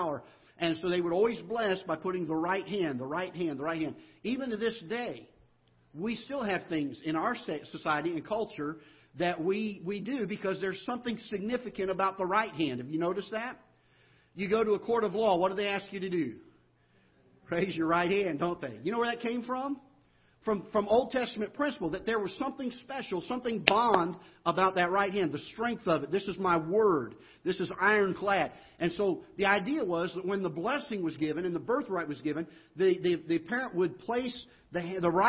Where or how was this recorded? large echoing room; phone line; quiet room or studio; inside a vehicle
large echoing room